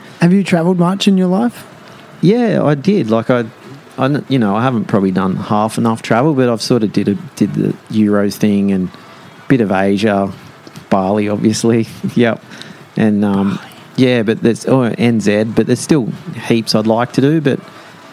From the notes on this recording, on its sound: live and in-person at his store Quay Collective